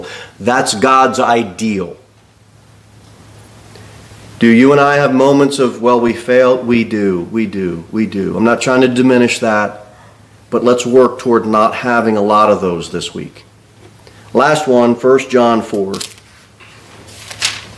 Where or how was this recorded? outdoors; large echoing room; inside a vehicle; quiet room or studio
large echoing room